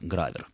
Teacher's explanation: Правильное литературное ударение «гравер», хотя в речи профессиональной это слово звучит с ударением на первый слог · Term: профессиональный акцентный вариант